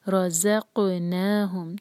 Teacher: را کو ہیوی پڑھنا ہے اور زا کو لائٹ، اور جب ہم زا پڑھیں گے تو بزنگ ساؤنڈ آئے، رَزَقْنَاهُمْ، اور قاف پر سکون ہے تو ہم اس کو باؤنس کریں گے، رَزَقْنَاهُمْ، نا دو حرکہ.